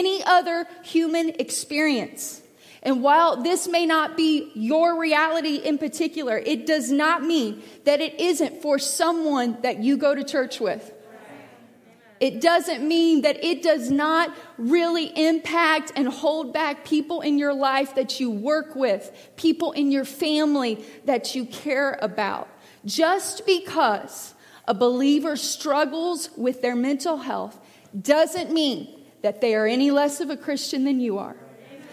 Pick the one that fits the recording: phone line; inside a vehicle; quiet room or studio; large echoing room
large echoing room